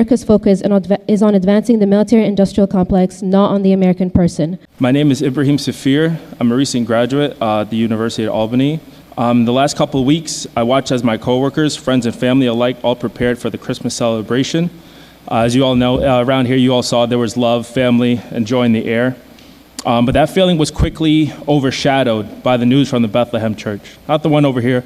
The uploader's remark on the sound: Albany Common Council Ceasefire Resolution-Public Comment. Supporters rallied outside City Hall and then filled the meeting hall.